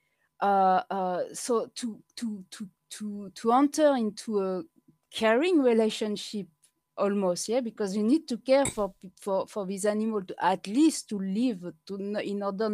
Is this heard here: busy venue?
no